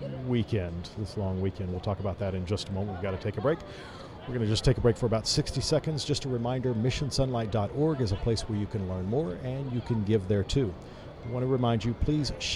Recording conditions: busy venue